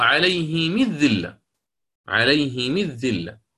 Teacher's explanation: كسر الميم تبعا لكسر الهاء